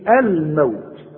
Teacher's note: ال شوف إظهار، ليه؟ علشان اللام عليها السكون · Term: لام قمرية